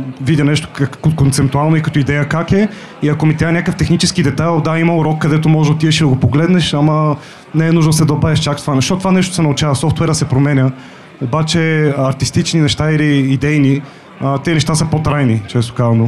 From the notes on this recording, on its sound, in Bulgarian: А тук разговорът е с цели петима гости наведнъж. Дискусионен панел, който записахме на живо пред публика.